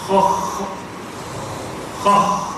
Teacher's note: يبقى الغين والخاء أدنى الحلق